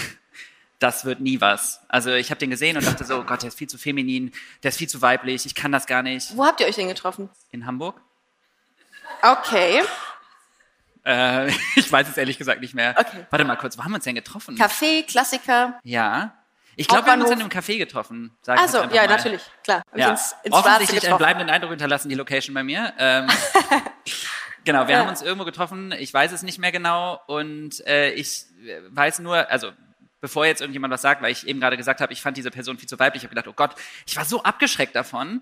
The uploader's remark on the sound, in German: Der Ton in dieser Folge klingt anders.